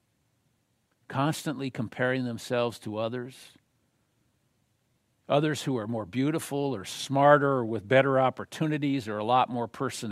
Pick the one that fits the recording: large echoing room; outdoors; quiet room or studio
large echoing room